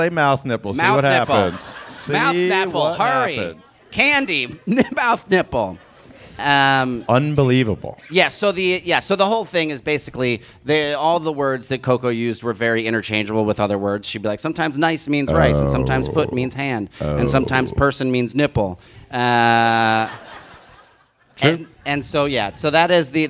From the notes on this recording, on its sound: It's Bananas live from Portland!